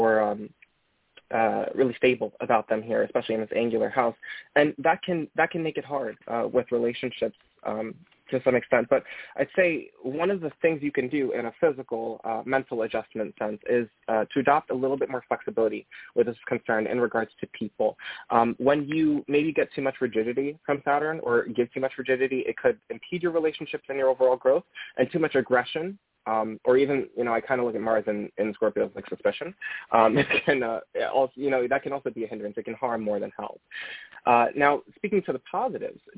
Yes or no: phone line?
yes